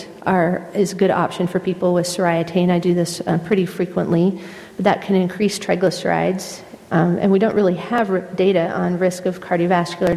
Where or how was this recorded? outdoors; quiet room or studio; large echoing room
large echoing room